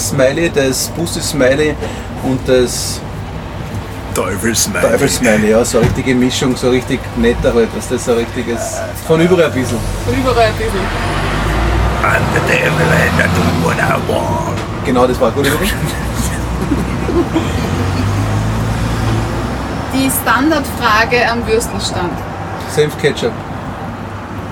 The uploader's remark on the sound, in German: Mit einer dreiteiligen Spezialreportage live vom Würstelstand „Zum scharfen René“ am Schwarzenbergplatz im ersten Bezirk in Wien!